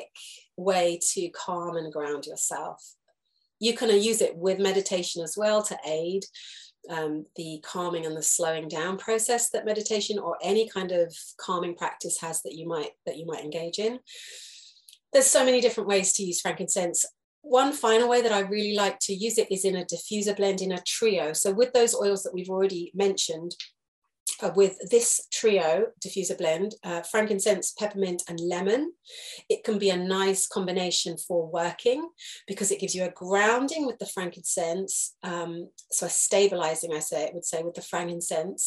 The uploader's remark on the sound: This is a recorded Zoom lesson